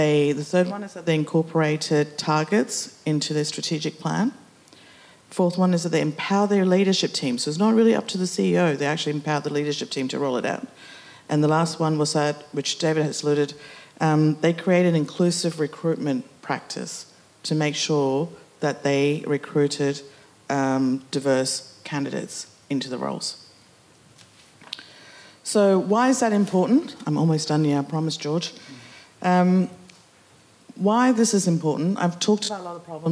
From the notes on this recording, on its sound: LIVE Panel Discussion. Our first ever in-person event.